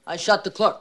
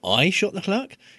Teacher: he doesn't use the kind of the traditional rising intonation · Shown in: first take